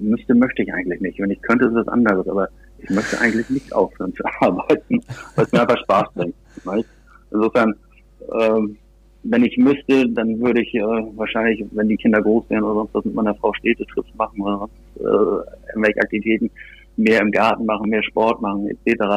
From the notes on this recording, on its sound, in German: auf Grund des Kontaktverbots am Telefon